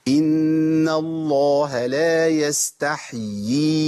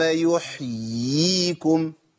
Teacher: يحييكم، هتلاقي يائين، ياء مكسورة وياء ساكنة بعديها مش مرسومة على رأس حاء. · Term: التمكين